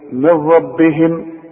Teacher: النون بدغمها في الراء ادغام كامل بدون غنة